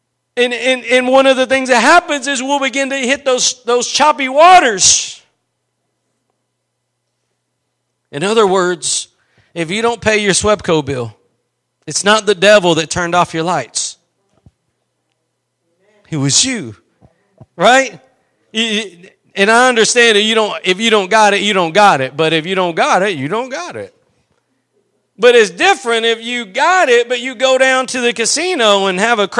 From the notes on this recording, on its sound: Preached at Gospel Lighthouse in Bossier City, La.